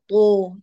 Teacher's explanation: وعليه فإننا لا نقول طو هكذا، والبعض يقرأ طو، يأخذ إطباق الطاء ويجره للألف، طو ضو ضو، هذا تكلف خاطئ